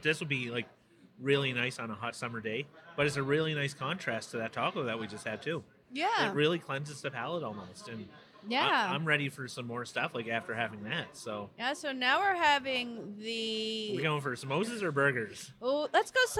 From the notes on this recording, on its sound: This week we are on location at Avenida Food Hall.